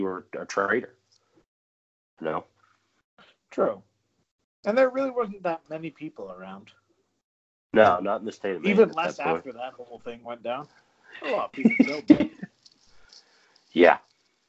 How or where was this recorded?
video call